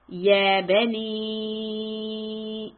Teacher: The ya is an additional word, so the word really starts from bani. So we push the sound of the ba and then stretch it four counts for the ya